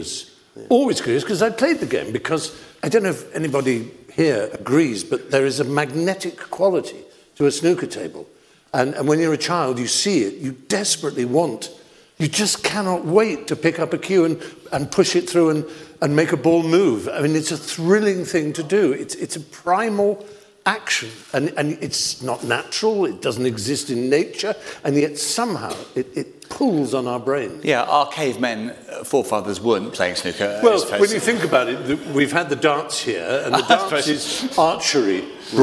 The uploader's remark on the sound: Snooker Club LIVE at Ally Pally. In front of a live audience at Alexandra Palace on the eve of the 2024 MrQ Masters! We also have questions from the audience.